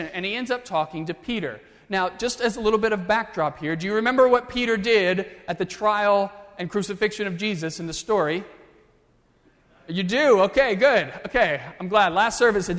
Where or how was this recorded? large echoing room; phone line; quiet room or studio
large echoing room